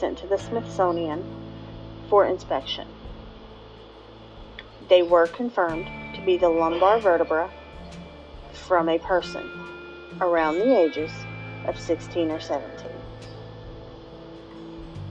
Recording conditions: background noise